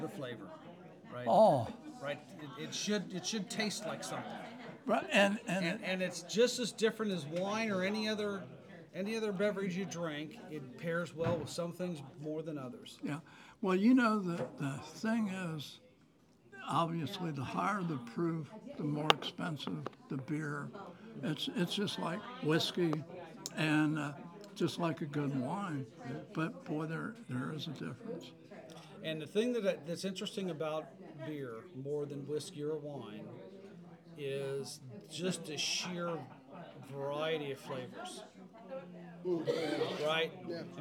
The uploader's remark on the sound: At Creek Bottom Brewery. We enjoyed having a live audience at the taproom.